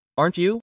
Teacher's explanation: The T plus the Y becomes a chi sound.